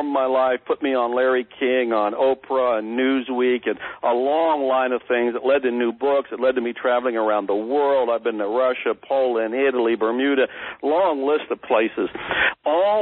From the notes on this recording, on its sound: Please excuse the audio quality, this was a recorded telephone conversation